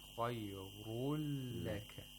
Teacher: the nun sakina of the tanween is not pronounced. Instead, you have to pronounce the lam with tashdeed. · Term: idgham bila ghunna